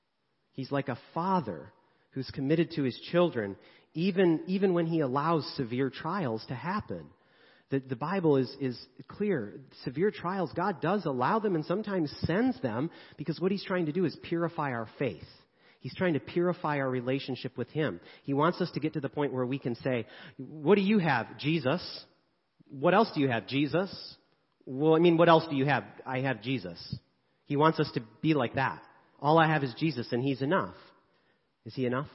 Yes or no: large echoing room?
yes